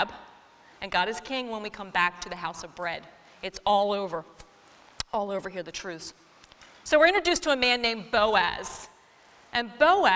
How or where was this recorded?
live audience